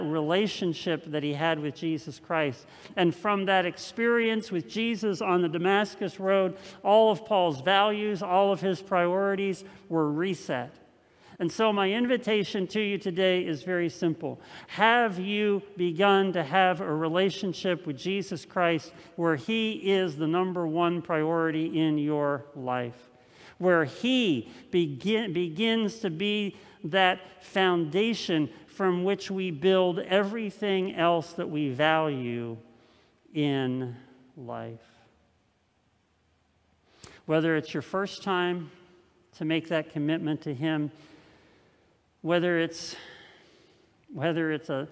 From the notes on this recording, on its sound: This message was first preached on November 8th 2020 at Linglestown Life Church in Harrisburg PA.